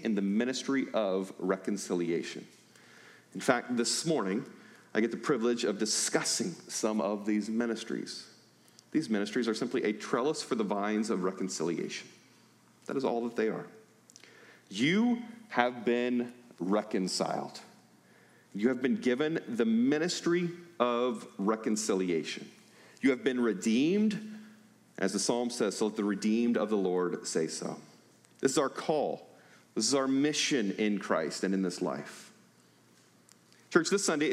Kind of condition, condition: setting, large echoing room